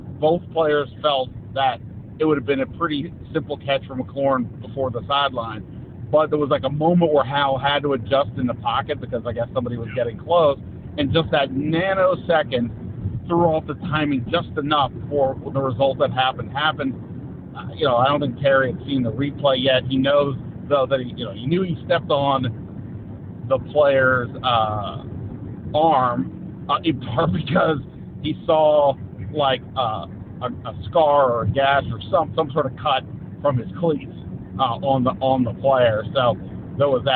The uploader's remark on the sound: Recorded this episode about the Commanders' overtime loss while driving back from Philadelphia. Joining the hands-free conversation from his own car barreling down I-95.